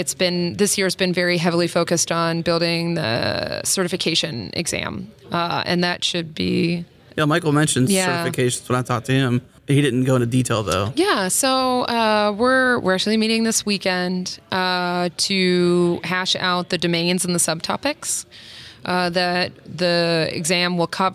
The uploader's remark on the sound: recorded at Node Interactive 2016